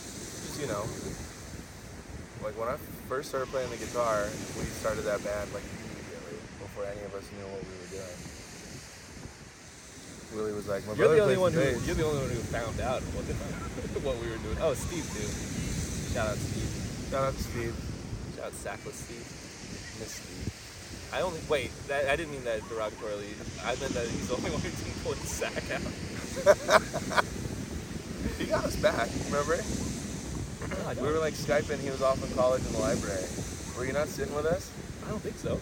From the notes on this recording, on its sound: enjoy the sounds of the ocean